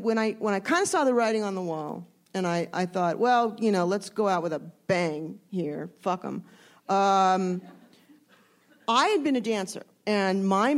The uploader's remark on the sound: Panels from ATX Television Festival. At ATX.